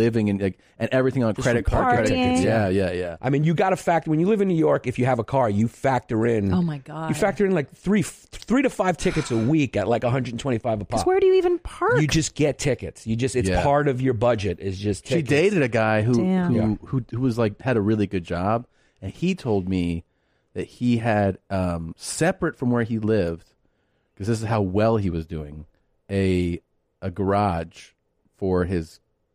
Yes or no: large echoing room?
no